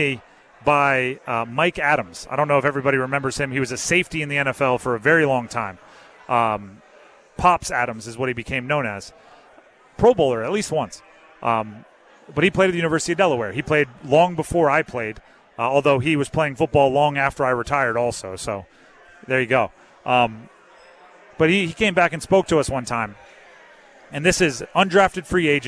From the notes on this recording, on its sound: Live from Eagles Nest before The Draft Party.